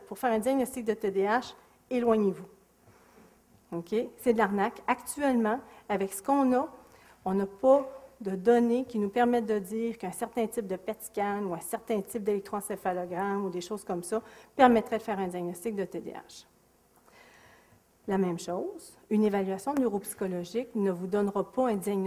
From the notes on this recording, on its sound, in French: Extrait de la conférence. Au cégep de Sainte-Foy.